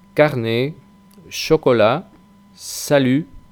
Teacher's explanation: La T final que aparece en salut tampoco se pronuncia.